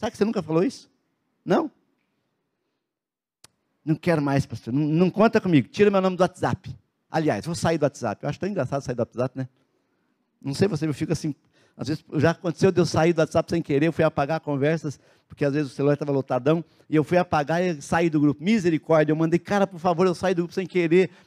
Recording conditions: large echoing room